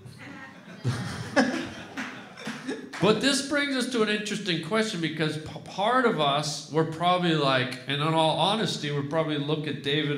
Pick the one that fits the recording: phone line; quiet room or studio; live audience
live audience